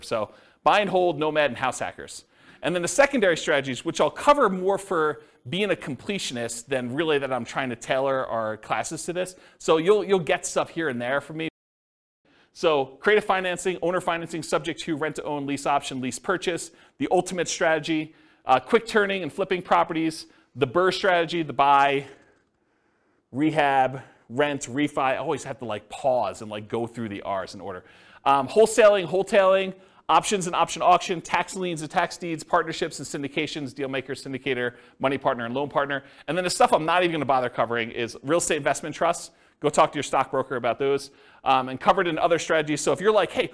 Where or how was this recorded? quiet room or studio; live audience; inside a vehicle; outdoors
live audience